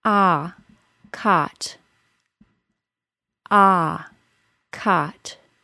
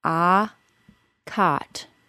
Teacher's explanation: Remember, for the short O sound, the jaw opens and the body of the tongue moves back and drops low into the bottom teeth